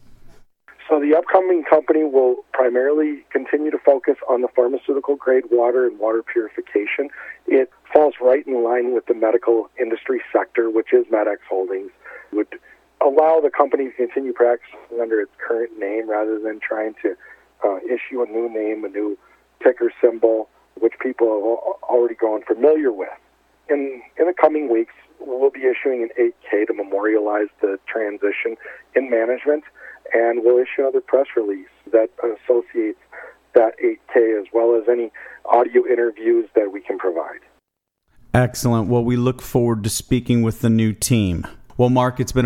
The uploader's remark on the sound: called in to SmallCapVoice